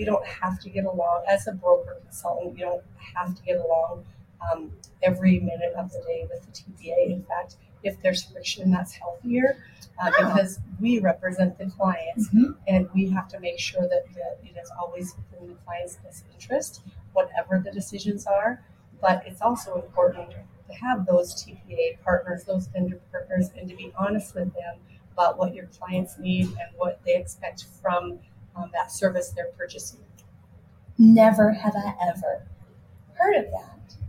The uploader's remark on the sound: Live at the SIIA 2022 Engage Conference